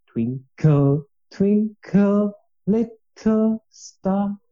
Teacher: stressed, unstressed, stressed, unstressed · Term: trochee